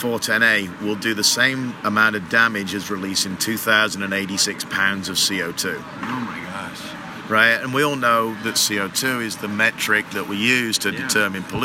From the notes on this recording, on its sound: Live on the AHR Expo floor in Chicago.